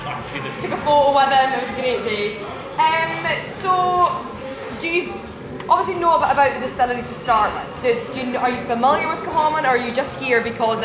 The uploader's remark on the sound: Feis Ile. Everything you will hear was recorded at the festival.